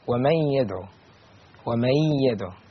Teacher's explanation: هو الجواب النون الساكنة أتى بعدها حرف الياء والياء من حروف الإدغام بغنة